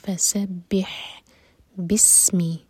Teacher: تو مینینگ بدل جائے گا حلق سے پڑھیں گے فسبح بسمی سین پر سیٹی والی آواز